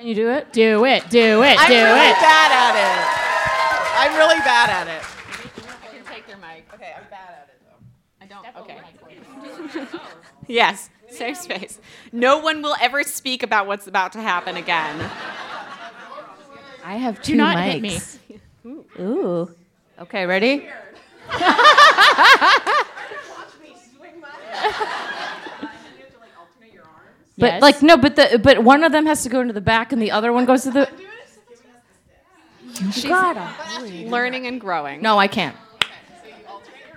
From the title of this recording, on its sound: The Polygon Show LIVE at FlameCon 2018